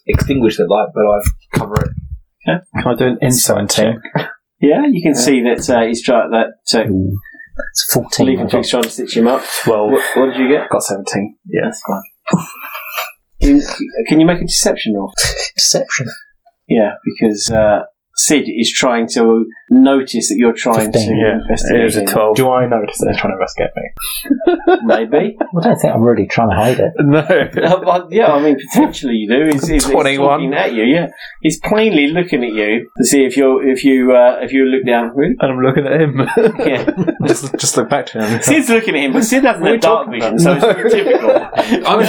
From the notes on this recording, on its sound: Sorry about the crazy audio. Unfortunately our recording of this episode did not go well. Apologies for the quality of the audio, we corrected as much as possible but also have the original audio behind it at just after the 27 th minute.